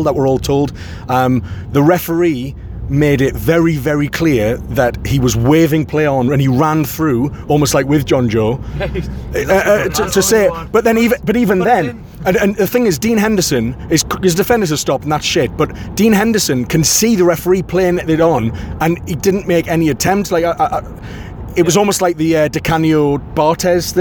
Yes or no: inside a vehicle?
yes